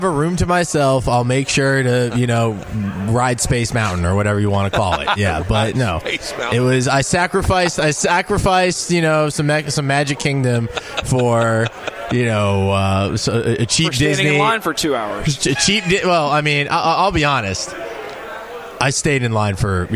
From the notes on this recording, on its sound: Broadcasting live from BW3s on Westport Road!